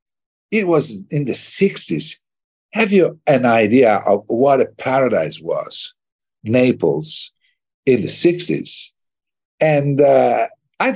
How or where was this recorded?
video call